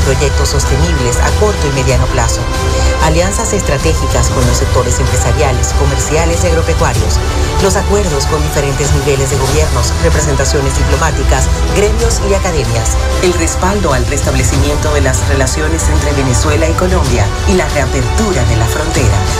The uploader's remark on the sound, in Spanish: en vivo y directo desde el hotel Tubisay del lago en el marco de la ExpoZulia 2022